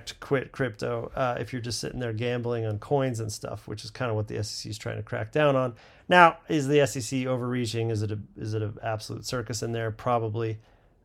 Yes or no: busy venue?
no